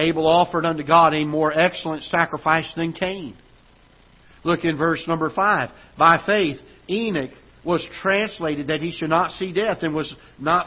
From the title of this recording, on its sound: Ketha Heights Baptist Church ~ Live Broadcast